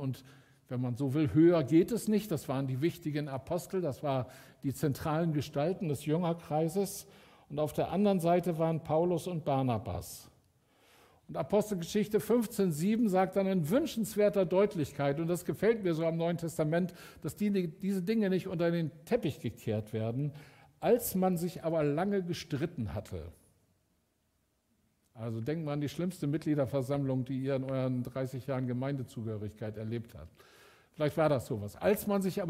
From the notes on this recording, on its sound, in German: Aufzeichnung der Predigt des Gottesdienstes